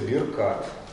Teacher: поскольку второе шва уже будет непроизносимо в этой ситуации, после согласного, да, каф становится смычным, получается биркат.